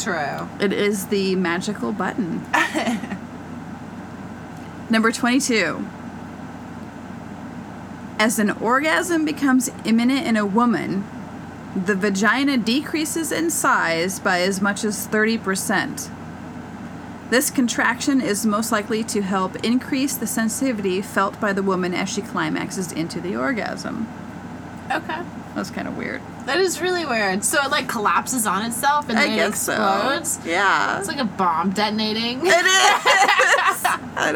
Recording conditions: sounds in the background